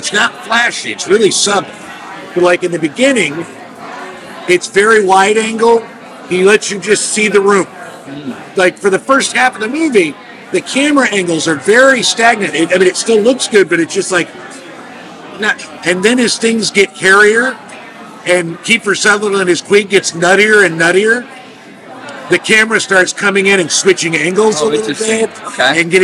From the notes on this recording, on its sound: Live from Little Goat Diner, Chicago. They recorded the podcast in a diner.